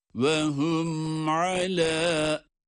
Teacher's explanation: Gunne biter bitmez ayna geçiyoruz. Arada bir boşluk yok.